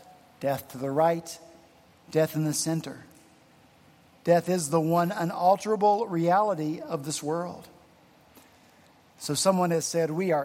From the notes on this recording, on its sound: at Redeemer Presbyterian Church in Charleston, SC